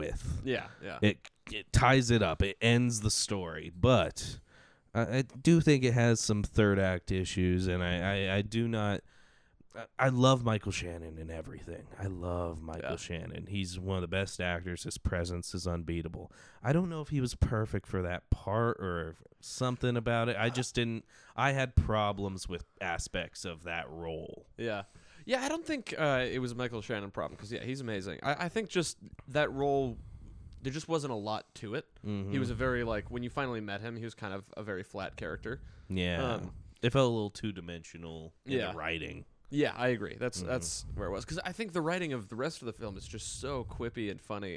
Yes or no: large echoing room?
no